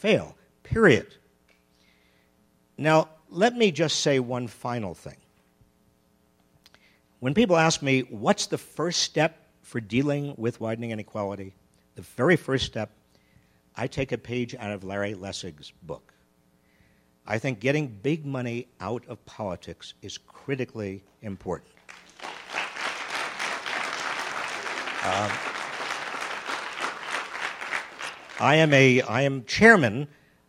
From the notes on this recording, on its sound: Recorded live at the Aspen Ideas Festival.